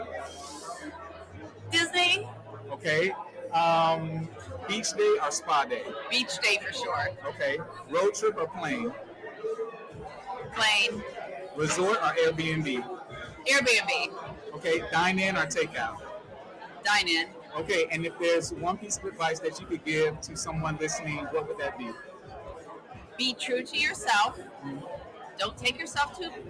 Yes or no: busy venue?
yes